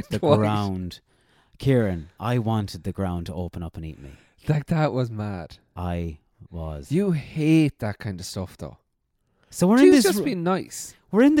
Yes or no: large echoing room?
no